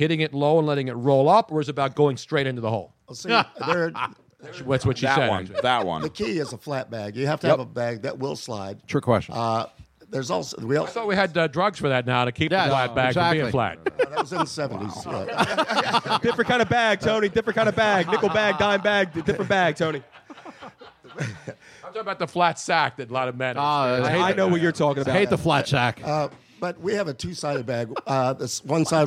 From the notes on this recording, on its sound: We have a totally FULL House